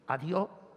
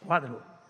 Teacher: Abrimos más la vocal cuando aspiramos la última consonante, sobre todo la S. · Shown in: first take · No es lo mismo decir adiós que cuadro, una O es diferente a la otra.